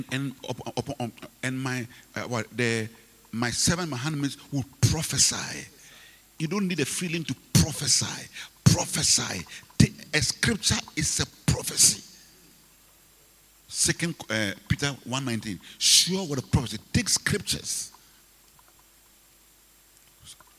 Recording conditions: large echoing room